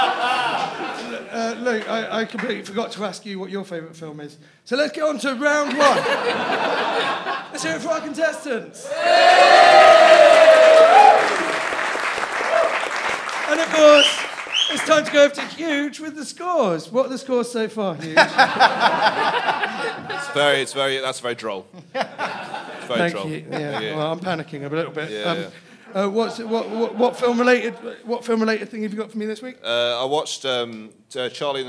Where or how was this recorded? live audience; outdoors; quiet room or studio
live audience